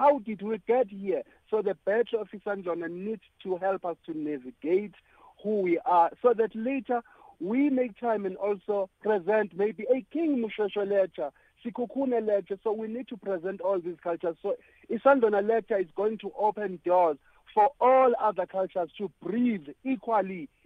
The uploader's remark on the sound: joined on the line